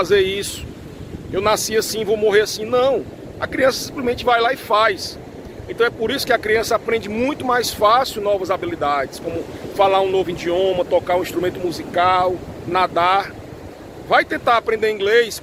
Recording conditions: wind noise